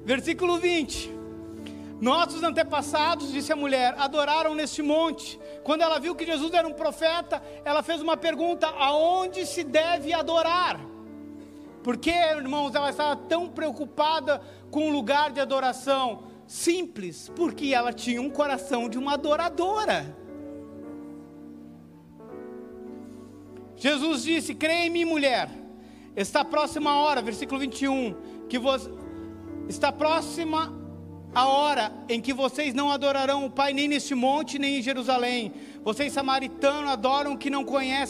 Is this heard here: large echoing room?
yes